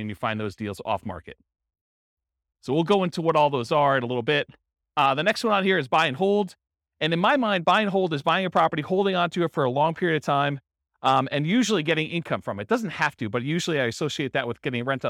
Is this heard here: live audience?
yes